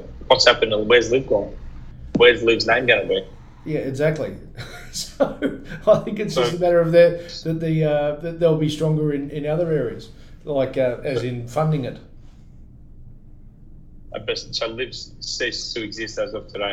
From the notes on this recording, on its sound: We bought you this half from Kooyong our normal home and half from Skype. We are aware the sound quality isn't its best, but its our best, in the given circumstances.